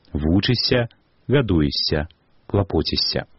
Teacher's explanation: як бы мы ні пісалі, заўжды вымаўляем мяккі падоўжаны «с»